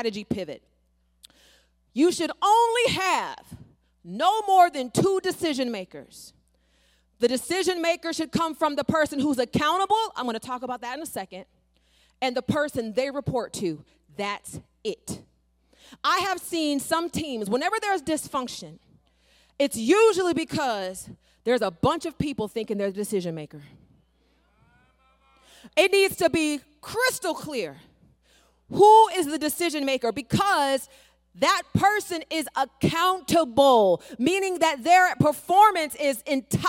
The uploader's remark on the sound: an excerpt from her talk at our 2023 Climb Leadership Conference